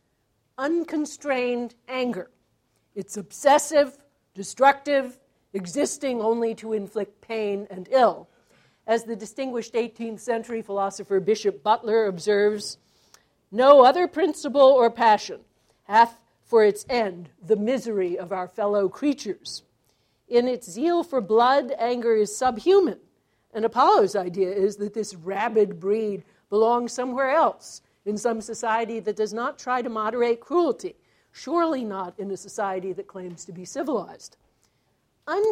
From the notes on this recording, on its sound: As part of the Chicago's Best Ideas lecture series.